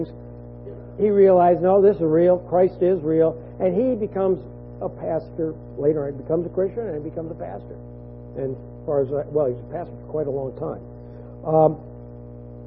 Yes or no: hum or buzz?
yes